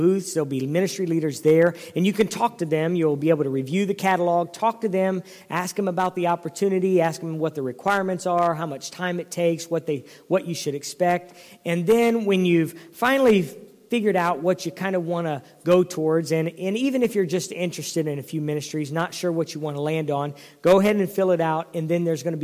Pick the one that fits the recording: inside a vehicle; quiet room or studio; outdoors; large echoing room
large echoing room